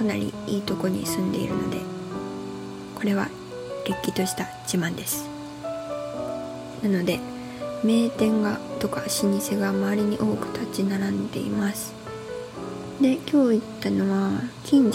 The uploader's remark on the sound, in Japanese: マイク買ってみたんですが、まだ調整上手く出来てなくて雑音うるさいです